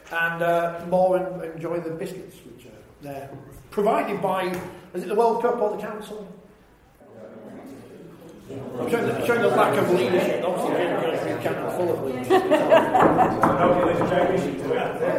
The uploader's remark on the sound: LIVE in Leeds. Kicking off our tour as part of the Rugby League World Cup Cultural Festival, we were live in front of an audience at Leeds Central Library.